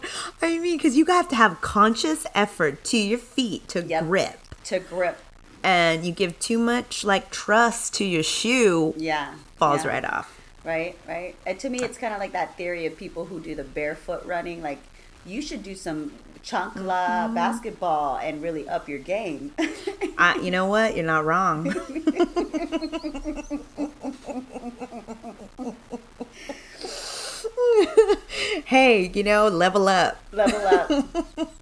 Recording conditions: distortion